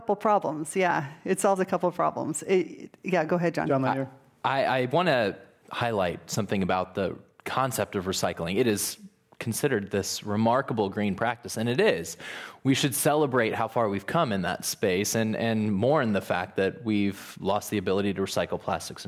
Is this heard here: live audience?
yes